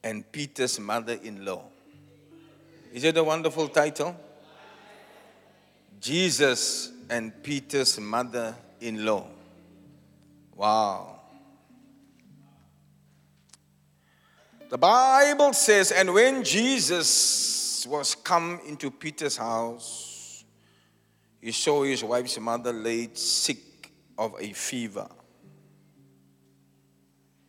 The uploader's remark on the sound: Preached at Zion Sanctuary, Cape Town.